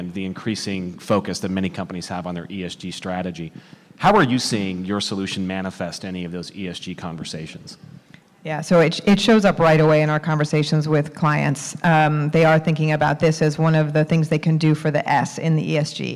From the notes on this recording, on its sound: This recording is from Fintech Nexus USA held at the Javits Center in New York City on May 10-11, 2023. From the Financial Health and Inclusion track.